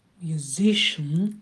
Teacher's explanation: на зи падает ударение